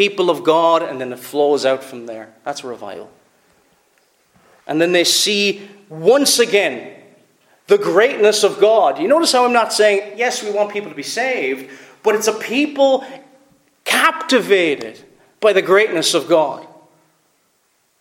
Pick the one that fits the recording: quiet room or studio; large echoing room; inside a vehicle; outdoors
large echoing room